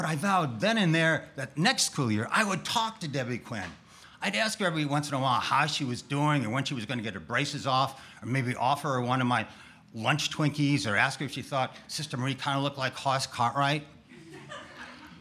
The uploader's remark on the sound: Our monthly open mic storytelling events in York, Pennsylvania. Eight storytellers shared their stories with our audience at Archetype Pizza in downtown York.